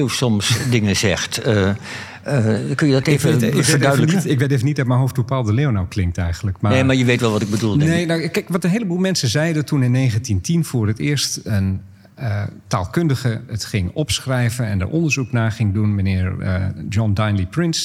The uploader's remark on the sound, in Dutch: Geschiedenis Festival in Haarlem. Tijdens een live-opname met publiek schuiven historici aan om te vertellen over hun boeken en leestips.